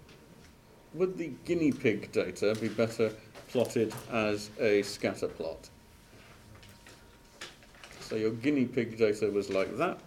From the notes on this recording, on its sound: Live Lecture. Audio capture of Data Analysis (2019) lecture 2.